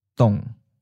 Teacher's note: Third tone, mid falling.